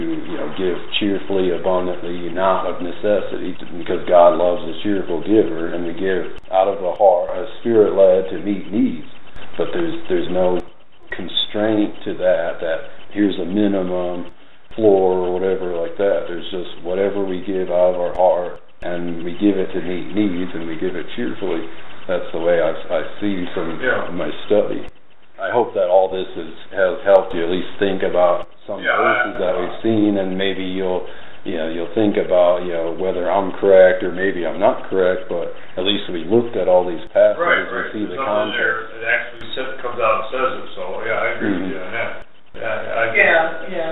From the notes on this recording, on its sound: Unfortunately, the audio quality is poor. I tried to amplify it and remove noise.